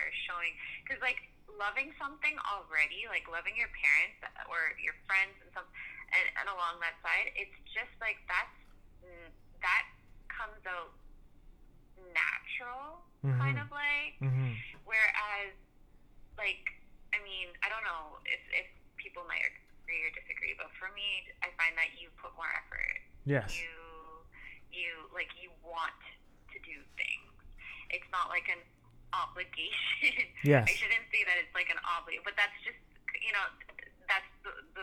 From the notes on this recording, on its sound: Is also our first "over the phone" conversation...so technically, not really a "sit down".